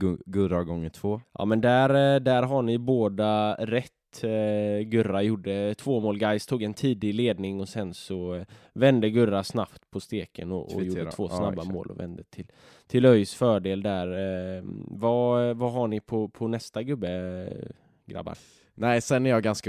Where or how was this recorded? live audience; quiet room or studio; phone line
quiet room or studio